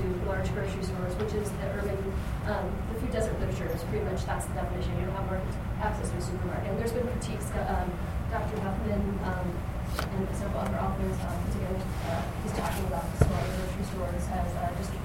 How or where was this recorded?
live audience